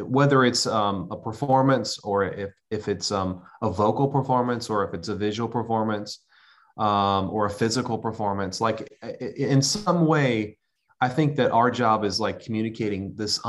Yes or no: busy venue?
no